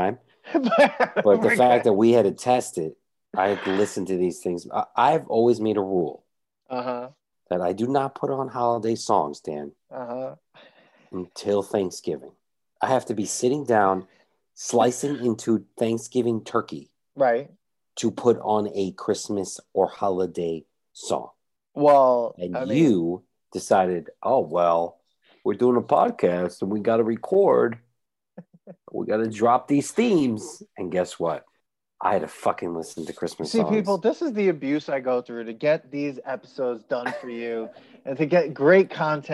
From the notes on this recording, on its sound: We recorded this on November 16th, 2020, on Zoom so there are some small sound discrepancies